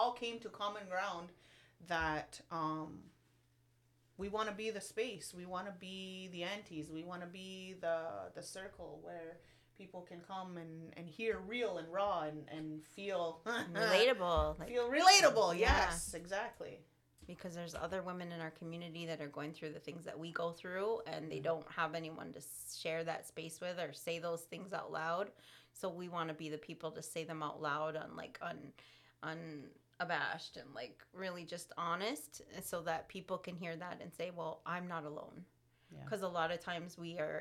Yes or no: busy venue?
no